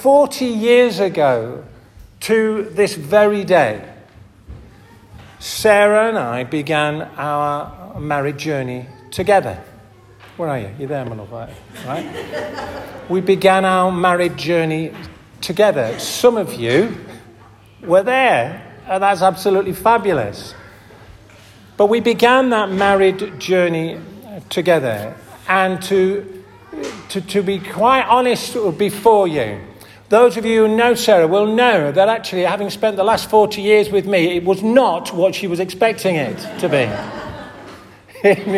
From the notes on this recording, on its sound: This audio recording was taken from the 5th Sunday 10:30 Benefice Celebration service at St Oswald's Church, Askrigg. Where there was the opportunity for the renewing of marriage vows.